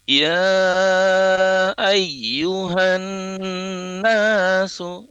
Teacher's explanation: han itu ditahan 2 harokat, ya, digunahkan, didengungkan selama 2 harokat atau 3 ketukan. Ketukan ketiga baru nun fathah. · Term: nun tasdid